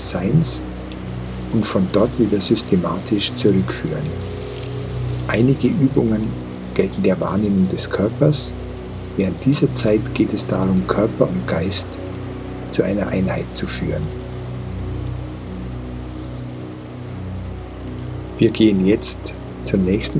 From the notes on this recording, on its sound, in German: In dieser Folge hörst du eine Aufnahme eines Lagerfeuers und das Rauschen eines Bergbachs. Die hochwertige Audio-Aufnahmen, die ich in Indien gemacht habe umfasst das volle hörbare Klangspektrum.